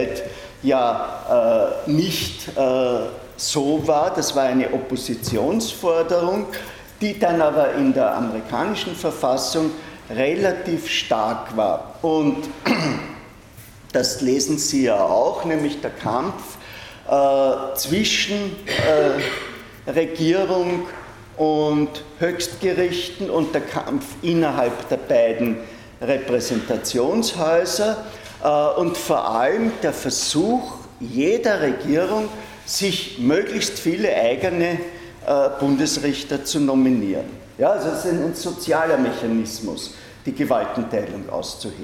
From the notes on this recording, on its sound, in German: Diese Vorlesung wurde von Studierenden aufgenommen